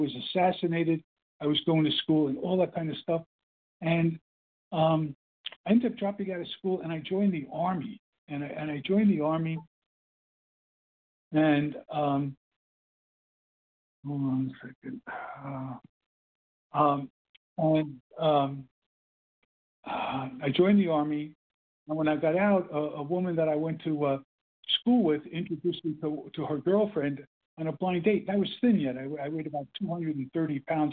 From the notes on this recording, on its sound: 100 Pounders Phone Meeting